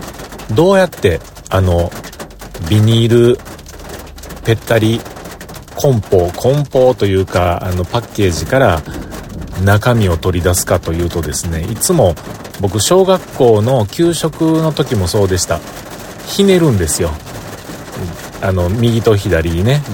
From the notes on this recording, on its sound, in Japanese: 大気が不安定、そして大粒の雨。車から出られず、収録。